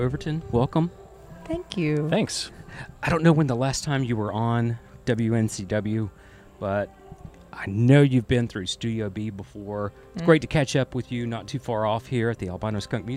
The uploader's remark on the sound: Recorded in October 2023 at the Albino Skunk Music Festival in Greer, SC, this episode also features music from their set.